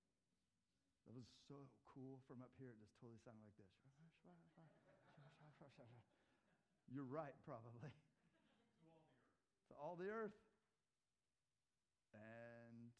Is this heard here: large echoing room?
yes